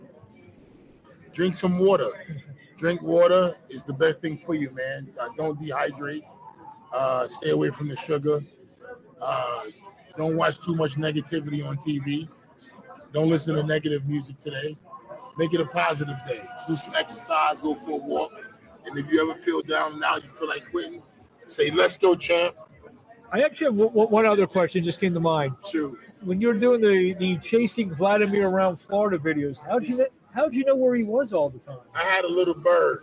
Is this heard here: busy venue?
yes